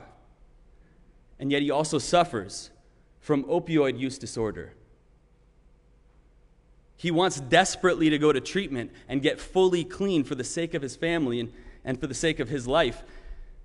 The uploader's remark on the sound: Sermon preached at RCHP on June 20, 2021.